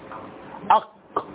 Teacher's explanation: أق يبقى لهوي، أك يبقى طبقي